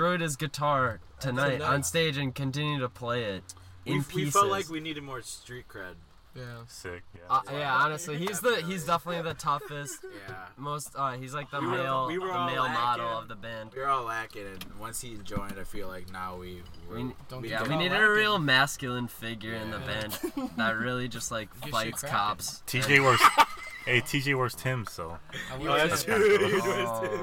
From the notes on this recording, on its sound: All of us were in my car during a thunderstorm.